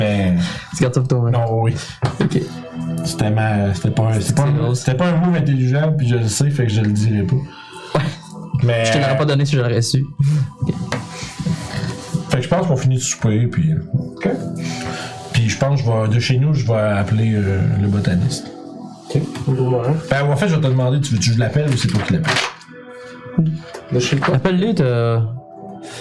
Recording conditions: poor sound quality